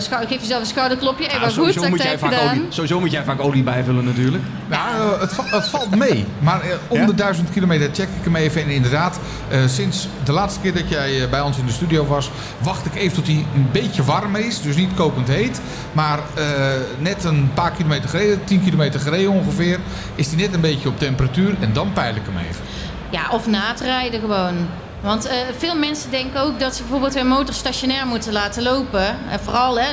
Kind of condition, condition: setting, busy venue